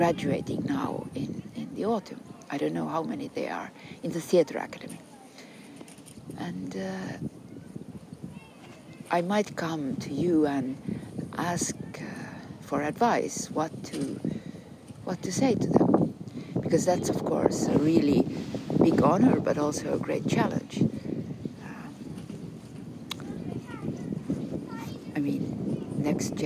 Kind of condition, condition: setting, outdoors